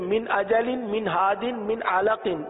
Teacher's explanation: یہ جو نون ساکن ہے اس میں ہم نے اظہار کیا یعنی ظاہر کر کے پڑھا، غنہ نہیں کیا